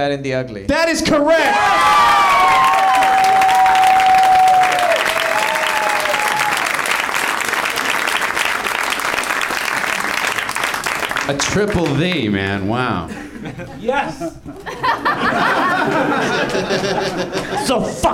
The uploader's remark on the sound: Live from the NerdMelt Showroom in LA